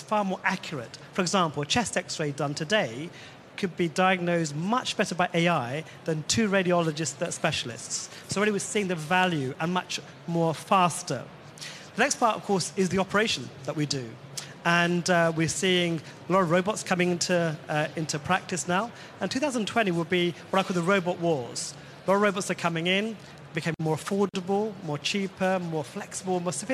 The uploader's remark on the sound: In a special episode of the Agenda Podcast recorded live at the The AI Summit in London we asked a panel of experts.